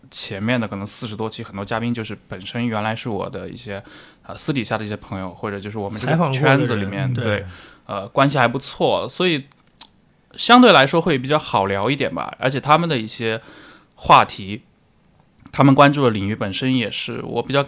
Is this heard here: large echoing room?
no